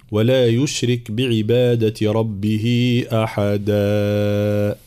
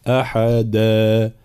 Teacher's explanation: في قوله تعالى: ولا يشرك بعبادة ربه أحدا، طبعا الوقف على أواخر الآيات هنا كلها مد العوض، ومد العوض لا يزيد على ألف واحدة أي حركتين · Shown in: second take